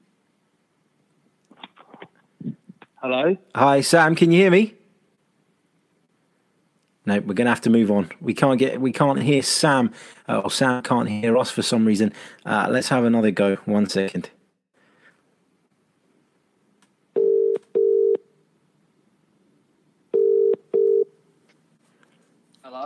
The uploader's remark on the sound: The Fans Phone